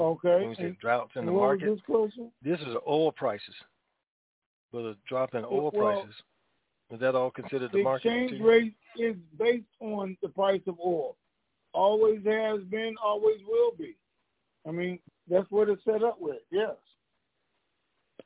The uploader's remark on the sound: TNTSuperfantastic Conference Call